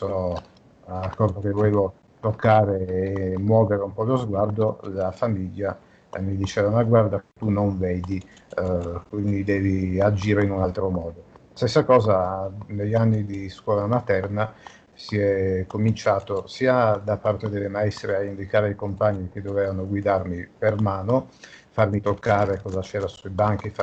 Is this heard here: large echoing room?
no